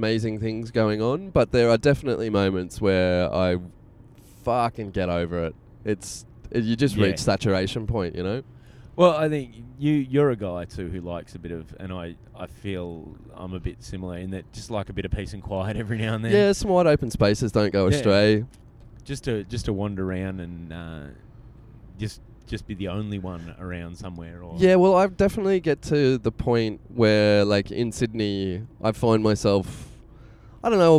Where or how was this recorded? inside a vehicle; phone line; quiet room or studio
inside a vehicle